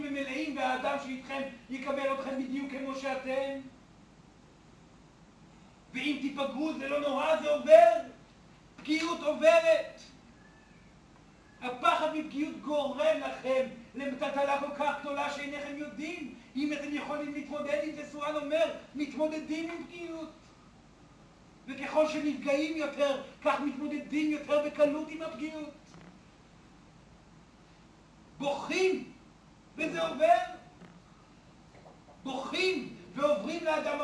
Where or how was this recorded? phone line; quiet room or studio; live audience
live audience